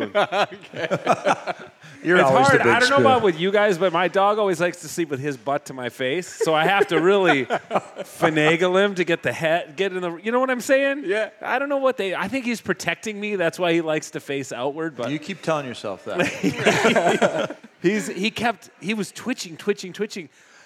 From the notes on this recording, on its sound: For a live show at Bear Cave Brewing in Hopkins, MN.